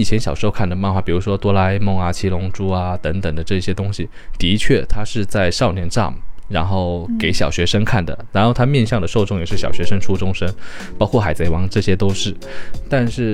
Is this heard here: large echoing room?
no